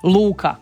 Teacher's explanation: dugouzlazni, recimo, naglasak, dug je i ton se podiže na naglašenom slogu